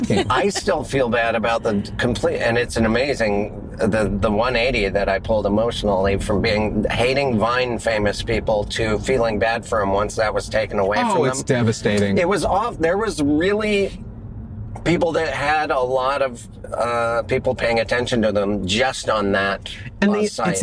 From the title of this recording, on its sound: In the Car